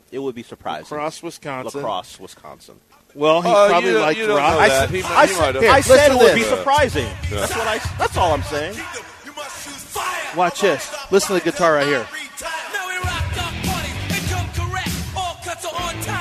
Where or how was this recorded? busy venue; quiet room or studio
busy venue